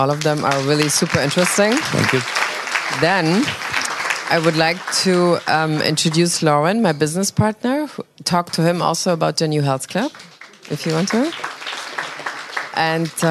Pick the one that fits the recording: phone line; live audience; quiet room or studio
live audience